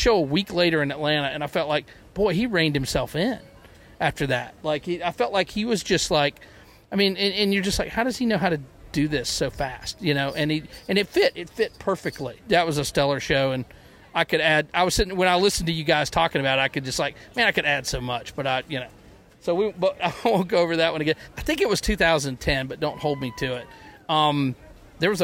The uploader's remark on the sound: The Grey Street Pod crew hit the road and attended the July 19th show in Charlotte, NC. While in the lots, we decided to turn on the microphone.